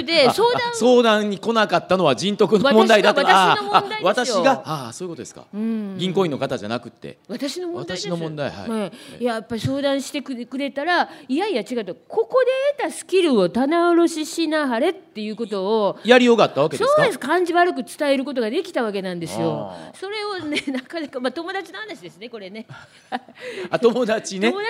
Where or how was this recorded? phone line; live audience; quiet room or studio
live audience